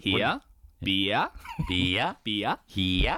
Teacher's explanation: Words like here and beer, we frequently pronounce as two syllables.